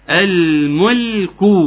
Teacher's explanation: بضم شفتي في المو، الميم تبقى مو، وبعدين أرجع الفم الوضع الطبيعي في اللام، وبعدين أرجع أضم ضمة تانية في الكاف. الملك وليس الملك.